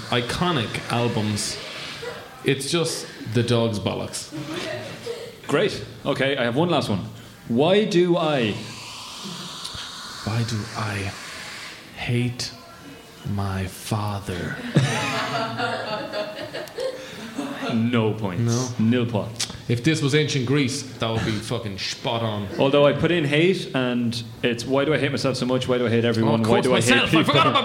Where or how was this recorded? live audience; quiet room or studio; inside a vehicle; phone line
live audience